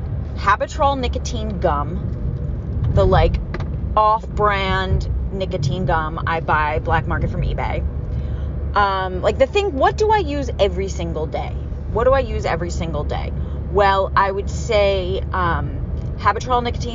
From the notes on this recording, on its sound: Grieving alone in my car.